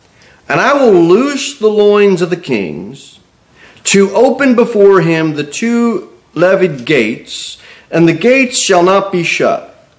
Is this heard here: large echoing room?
yes